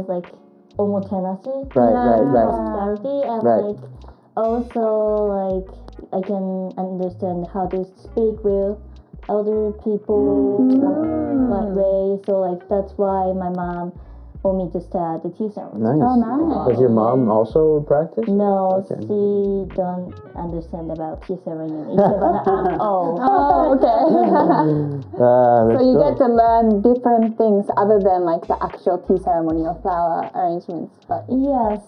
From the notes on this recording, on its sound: Sorry about the audio issues guys!!